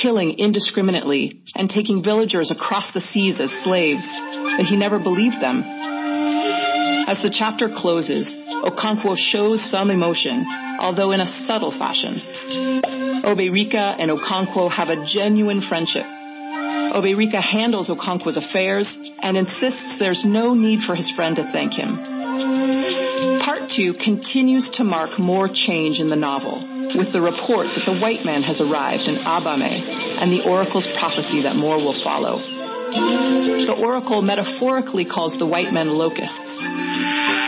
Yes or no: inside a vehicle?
no